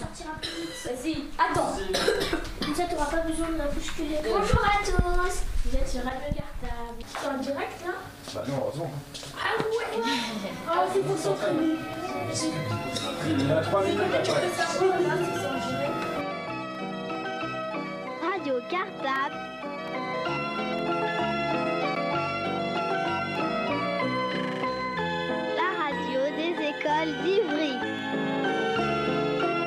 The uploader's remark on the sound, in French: la matinale a enregistré une émission spéciale depuis les couloirs de l'UNESCO